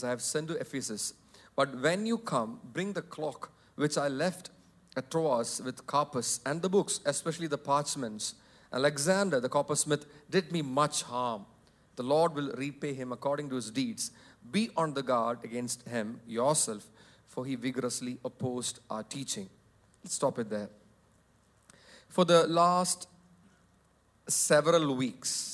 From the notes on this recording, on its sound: preached at Sunday Service on 26 November 2023 at Revelation Church.